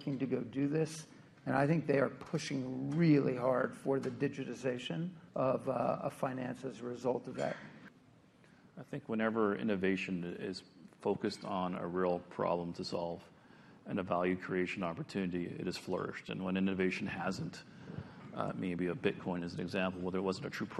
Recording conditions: busy venue